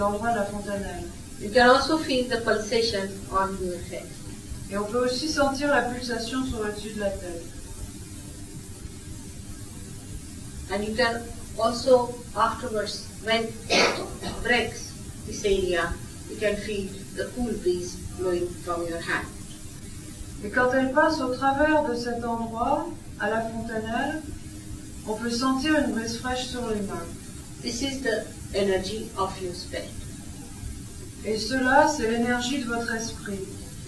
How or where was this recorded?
live audience